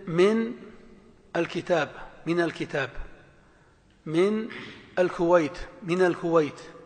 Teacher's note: من بعدها ال يتخلص من ساكنها الأول بالفتح · Term: التقاء الساكنين